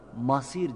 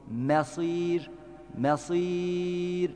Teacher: mim harfi ince, sat harfi kalın · Shown in: second take · masir demeyelim, masir, masir şeklinde okuyalım.